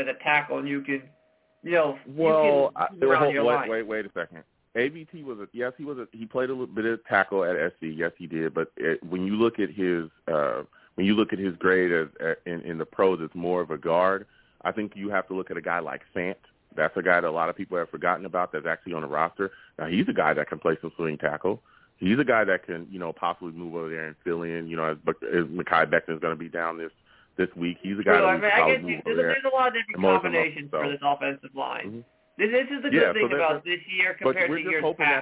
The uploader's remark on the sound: I also take live callers!